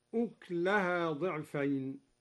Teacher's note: وسكن كاف أكلها